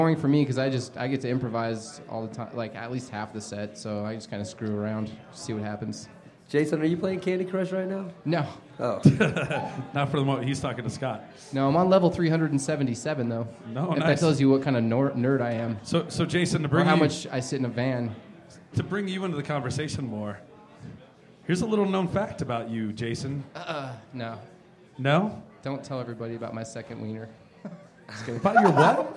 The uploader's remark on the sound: In front of a live studio audience at The Surfside 7 in Fort Collins.